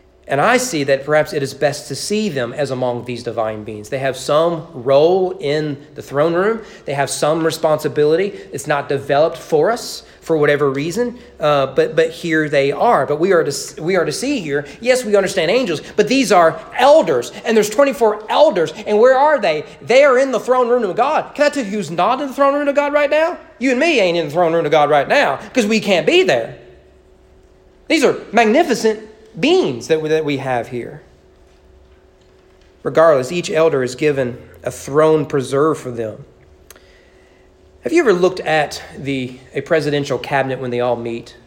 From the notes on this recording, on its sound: Sermon preached at East Frankfort Baptist Church on May 16, 2021 during evening worship.